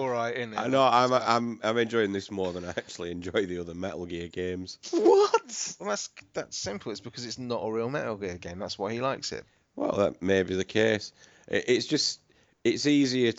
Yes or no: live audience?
no